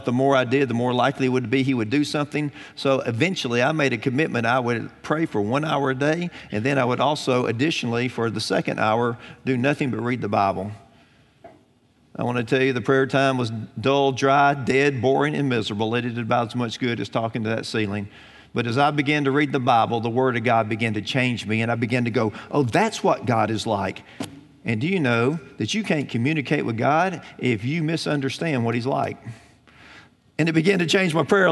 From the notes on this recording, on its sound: Recorded on September 30, 2018 at Graceland Baptist Church in New Albany, Indiana.